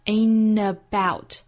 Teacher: 就是把这个 t 的音略掉，前面的鼻音再跟后面的 about 连读